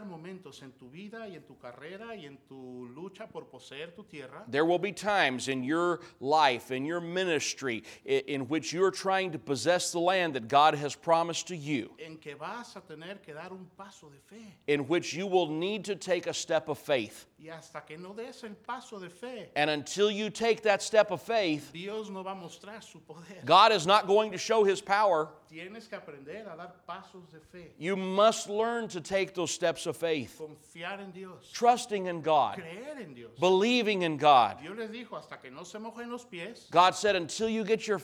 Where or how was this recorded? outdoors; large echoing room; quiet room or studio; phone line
large echoing room